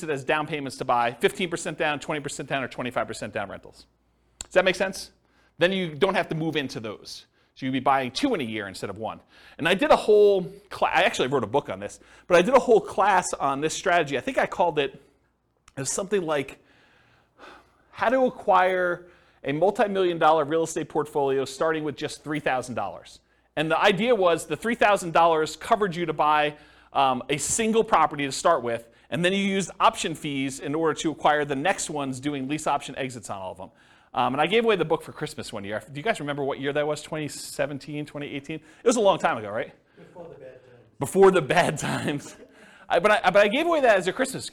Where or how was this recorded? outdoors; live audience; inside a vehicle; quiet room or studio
live audience